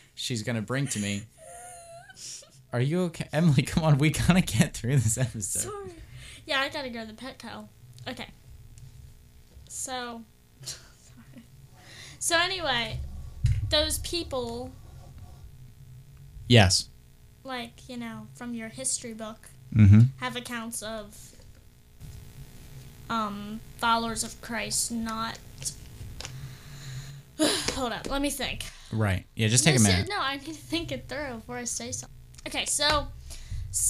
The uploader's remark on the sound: On a new set of broken microphones.